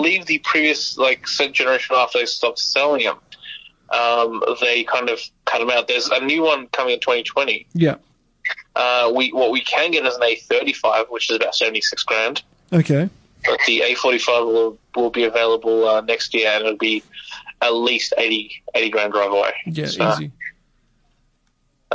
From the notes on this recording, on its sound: Via Phone LInk